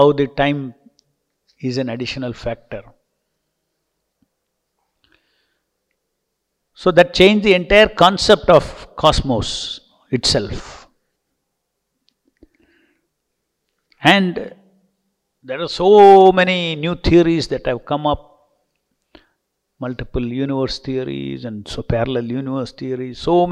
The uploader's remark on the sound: Listen to Srimad-Bhagavatam lectures given daily by the devotees at ISKCON Bangalore.